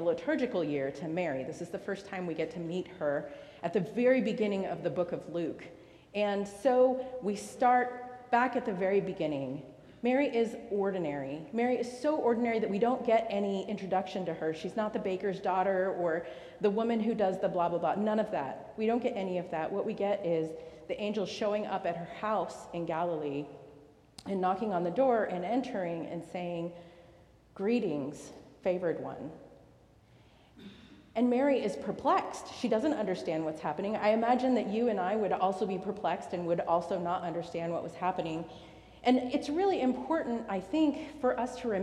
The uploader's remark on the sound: recorded live at the 10:00am service on Sunday, December 24, 2023